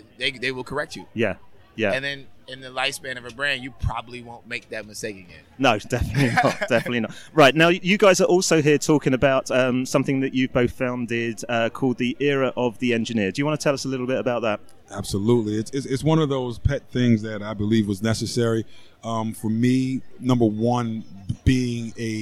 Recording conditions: busy venue